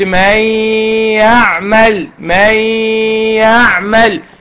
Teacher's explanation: نون ساكنة بعدها ياء اهي، دخلت النون في الياء، قلت من يعمل، من يعمل، كأن مفيش نون، ماشي. · Term: ادغام بغنة